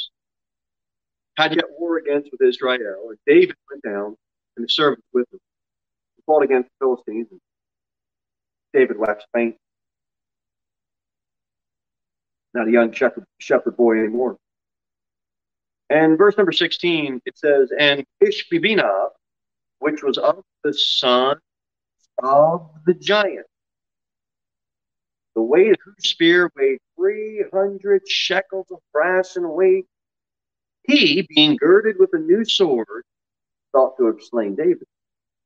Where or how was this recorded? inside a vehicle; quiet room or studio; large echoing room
large echoing room